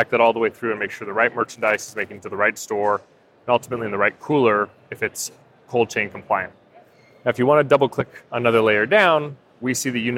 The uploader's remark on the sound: live from NRF